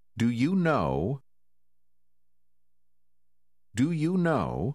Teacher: Không phát âm con chữ K trong từ cuối cùng